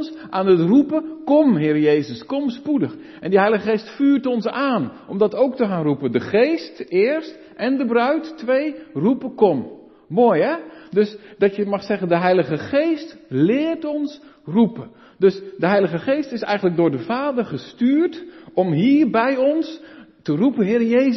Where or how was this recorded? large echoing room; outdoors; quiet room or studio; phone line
large echoing room